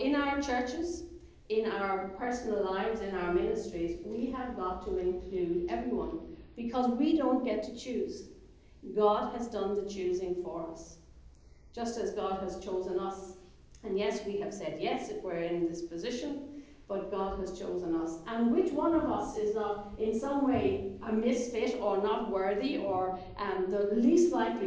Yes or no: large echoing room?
yes